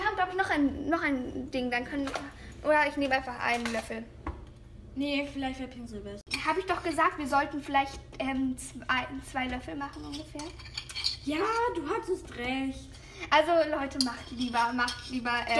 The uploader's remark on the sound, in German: sorry auch für die Nebengeräusche, die cuts